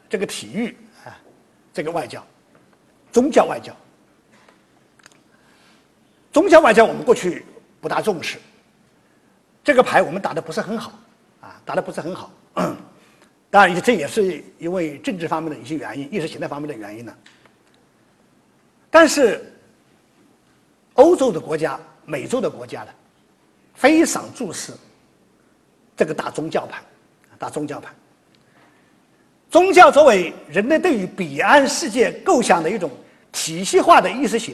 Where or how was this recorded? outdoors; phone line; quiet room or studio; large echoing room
large echoing room